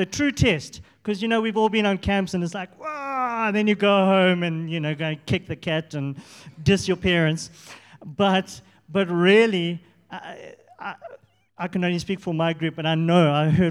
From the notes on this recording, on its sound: Audio session recordings from the recent Advance Africa Leadership Conference, which took place in JHB, South Africa.